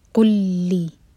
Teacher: لام کو اتنا ہولڈ نہیں کرنا کہ غنہ ہو جائے، بس شدہ کا حق ادا کرنا ہے